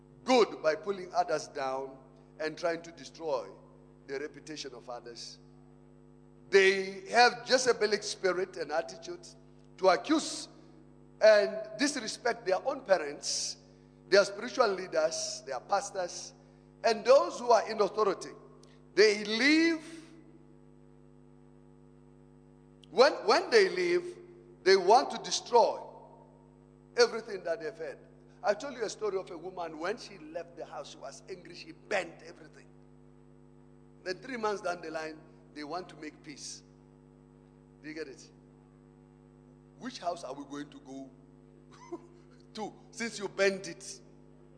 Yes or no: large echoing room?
yes